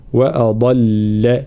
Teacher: أضل ترقيق الهمزة وتفخيم الضاد ثم ترقيق اللام